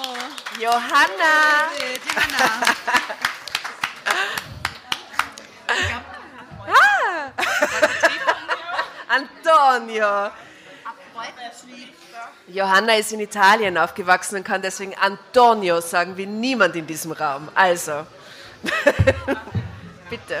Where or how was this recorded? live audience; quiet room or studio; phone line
live audience